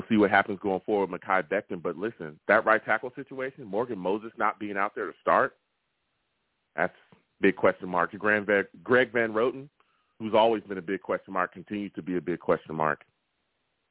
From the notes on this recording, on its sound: I also took live callers and they went wild!